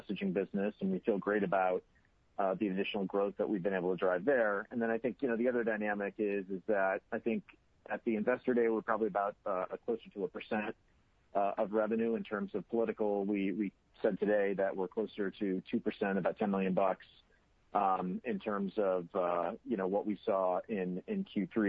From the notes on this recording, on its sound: Earnings Conference Call